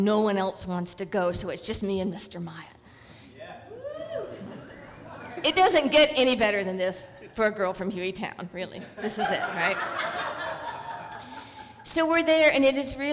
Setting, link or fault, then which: setting, live audience